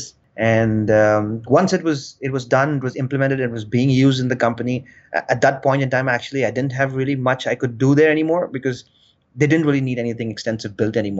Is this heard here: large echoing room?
no